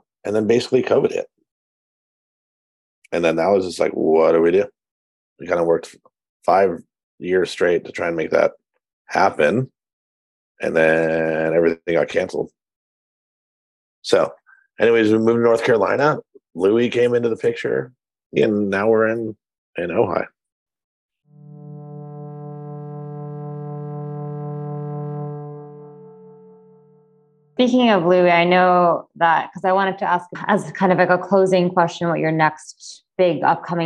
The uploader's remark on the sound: chatted via Zoom